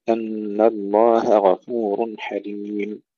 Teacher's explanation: تفخيم الغين وفصلها عن الهاء